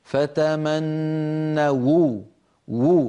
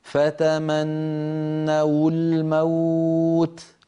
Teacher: هذه فتمنوا أصلها فتمنوا بواو الجماعة آخرها واو ساكنة، لكن لما التقت مع كلمة الموت وأول كلمة الموت لام ساكنة فالتقى في النطق ساكنان واو الجماعة ولام التعريف فتمنوا الموت. كانت العرب في مثل هذا الموضع تتخلص من التقاء الساكنين بضم الواو هكذا فتمنوا وو، فينطقون واو مضمومة وفي الوصل تكون هكذا فتمنوا الموت.